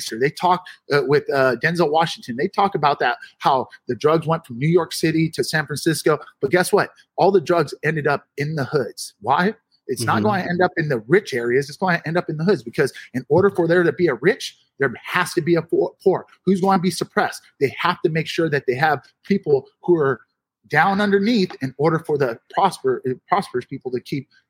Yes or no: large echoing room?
no